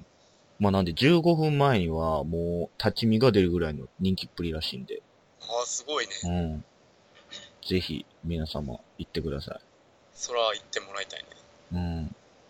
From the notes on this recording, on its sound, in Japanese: 今回はSkype収録となり